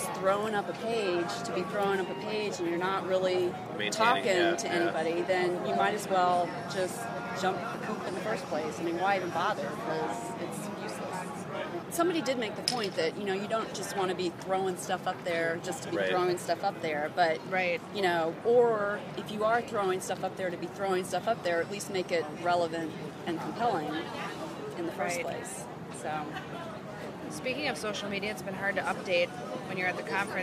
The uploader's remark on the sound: Live from SHSMD